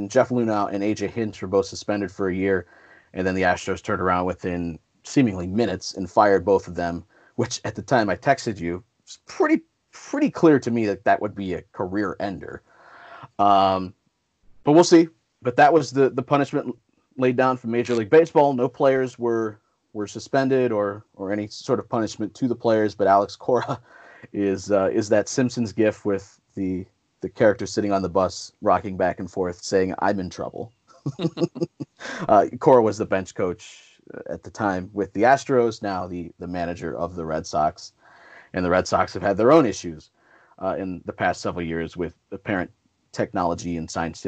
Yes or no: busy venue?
no